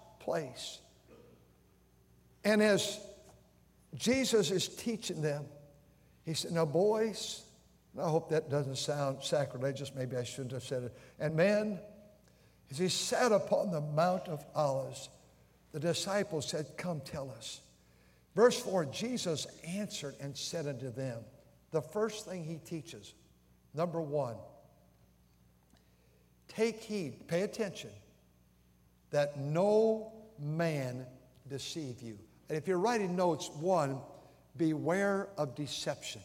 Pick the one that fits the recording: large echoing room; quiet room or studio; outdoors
large echoing room